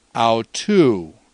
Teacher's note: you see it kind of goes up and down, and so the voice kind of went up and down · Term: circumflex